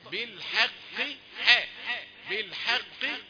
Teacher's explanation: الحاء رقيقة والقاف قريبة من الرق لكنها ليست رقيقة لانها من حروف التفخيم